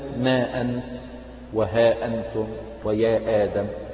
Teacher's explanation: المنفصل، هذا يسمى المد المنفصل. وأيضا من طريق الشاطبية يمد بمقدار أربع أو خمس حركات، والمشهور يعني الاقتصار على أربع حركات، ولكن يجوز يعني في طرق أخرى يجوز يعني قصره بمقدار حركتين أو مده بمقدار ثلاث حركات كما هو يعني مفصل في كتب القراءات يعني وتفصيل أحكام كل طريق.